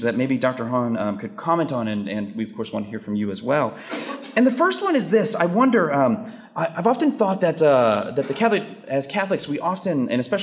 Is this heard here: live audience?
yes